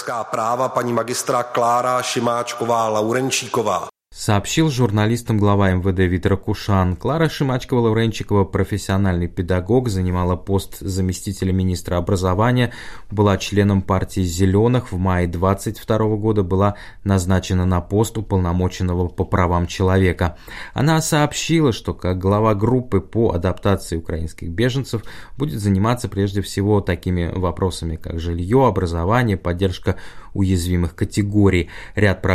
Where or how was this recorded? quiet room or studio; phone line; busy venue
quiet room or studio